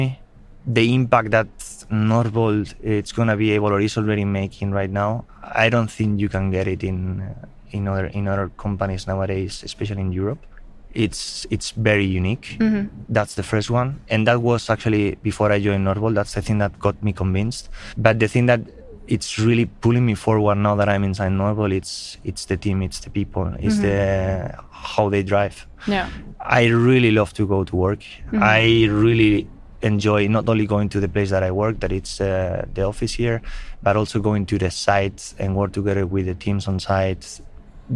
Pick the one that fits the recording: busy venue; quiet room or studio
busy venue